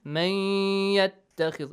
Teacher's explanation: Do not prolong the إِذْغَام sound a lot, okay? Just for two counts. · Term: إِذْغَام with غُنَّة